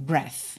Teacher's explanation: Terminamos no TH não vocalizado